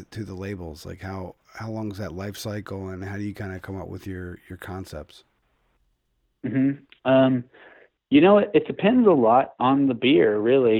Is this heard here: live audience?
no